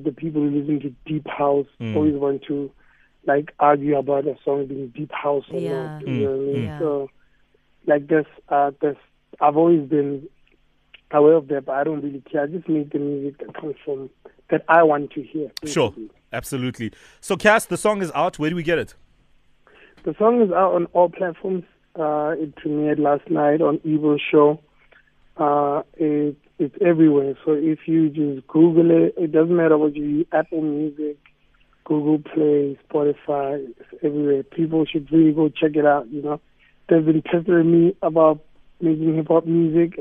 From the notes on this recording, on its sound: PHONE INTERVIEW.